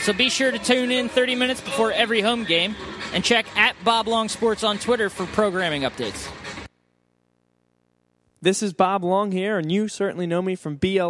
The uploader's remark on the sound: Vuvu Live From Iron Abbey. Vuvu Soccer is live from the Iron Abbey in Horsham, PA.